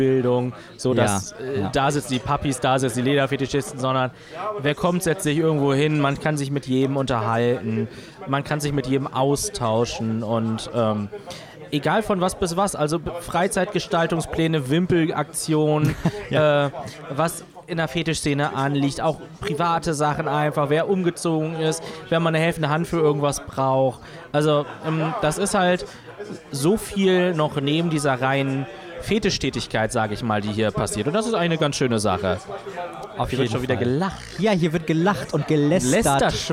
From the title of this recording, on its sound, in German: Live vom U35 Fetisch-Stammtisch in Hamburg